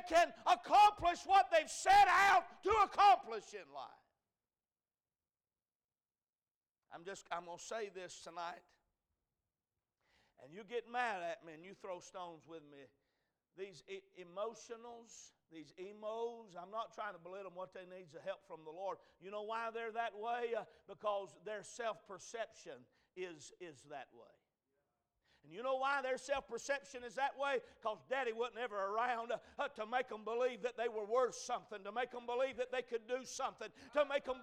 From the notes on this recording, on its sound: A message preached at Crossroads Baptist Church